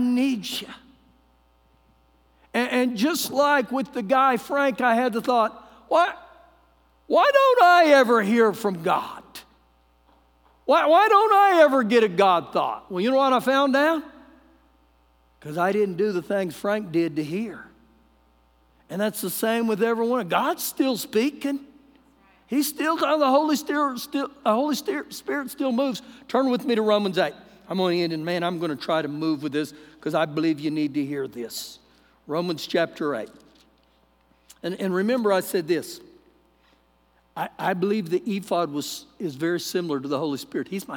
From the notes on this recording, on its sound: Recorded live during our Wednesday night service